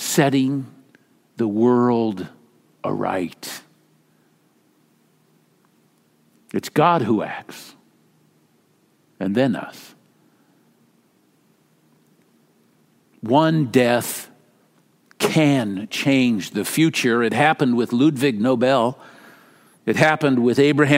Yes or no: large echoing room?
yes